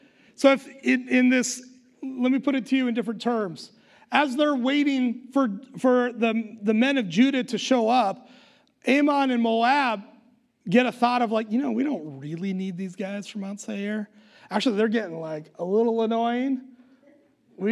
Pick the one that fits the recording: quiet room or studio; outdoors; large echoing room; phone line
large echoing room